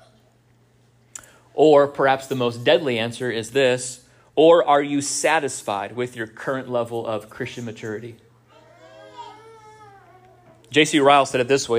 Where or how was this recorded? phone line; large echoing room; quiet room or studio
large echoing room